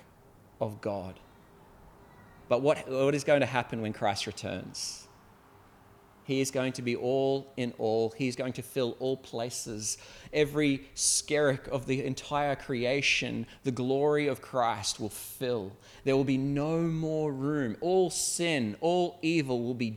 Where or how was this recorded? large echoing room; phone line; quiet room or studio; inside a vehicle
large echoing room